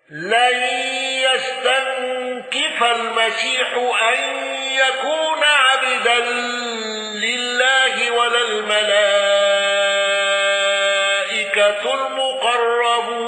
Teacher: يعقوب بالغنة والوقف بهاء السكت